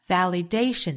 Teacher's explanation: 这个词我们注意重读在 day 这个音节上 validation 哒哒哒哒 validation 后面 can ever make you feel safe 我们把 ever 这